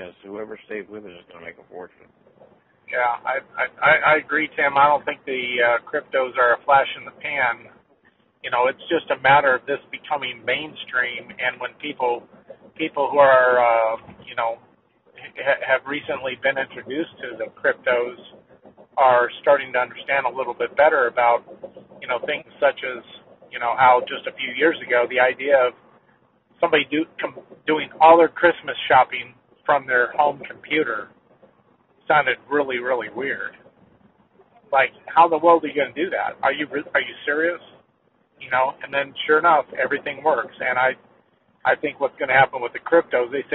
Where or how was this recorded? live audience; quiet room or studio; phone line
phone line